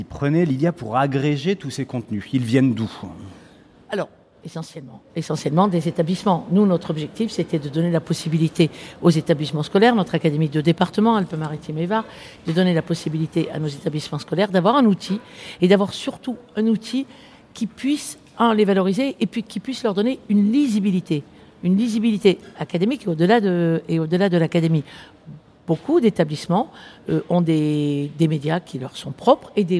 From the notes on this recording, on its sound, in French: Opus #79 enregistré au colloque Écritech’8. Numérique et savoirs ÉcriTech8.